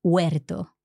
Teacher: when we have a single R just before a consonant, then we are going to have that like simple R